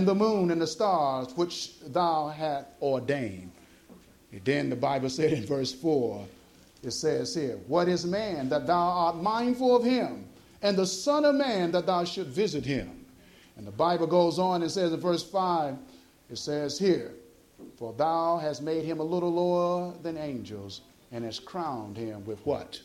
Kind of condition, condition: setting, live audience